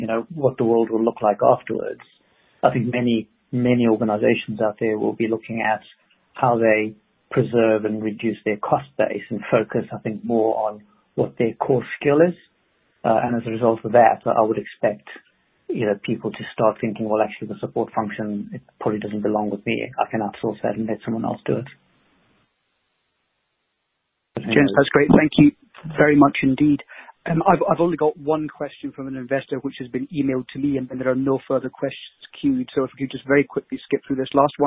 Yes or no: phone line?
yes